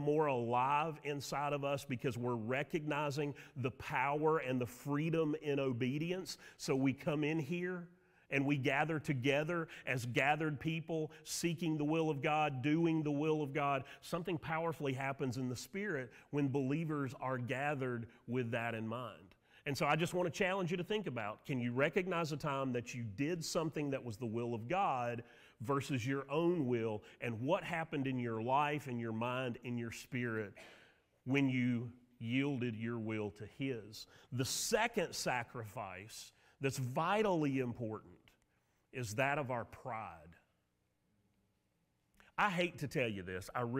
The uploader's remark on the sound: Sermon audio from Mission Church in Locust, NC.